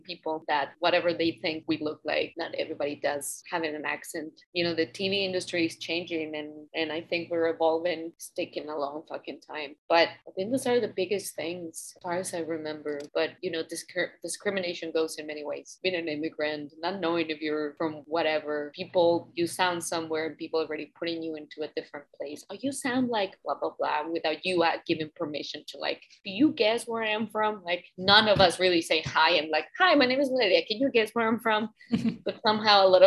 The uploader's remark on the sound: We connected through Zoom to talk about her career.